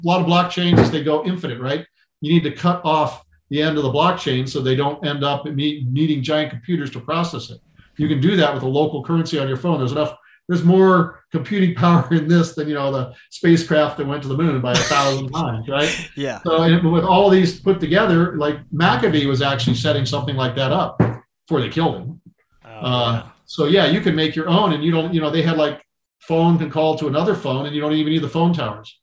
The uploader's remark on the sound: Food Forest Abundance Zoom Meeting